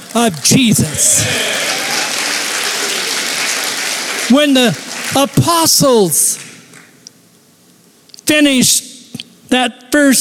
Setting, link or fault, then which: setting, live audience